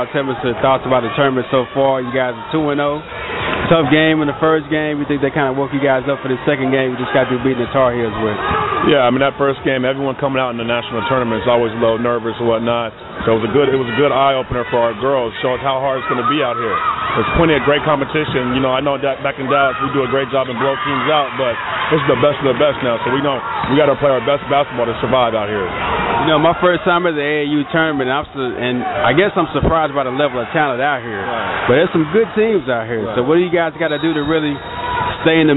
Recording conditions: busy venue